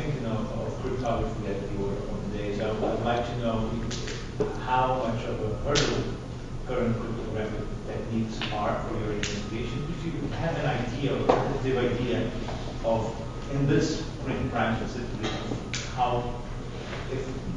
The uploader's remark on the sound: Audio of her talk at the George Washington University Law School. Audio of her talk at the George Washington University Law School.